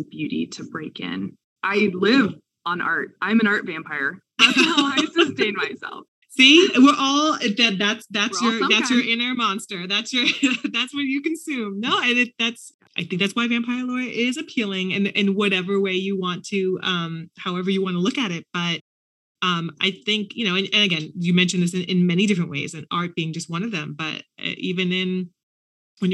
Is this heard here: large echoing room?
no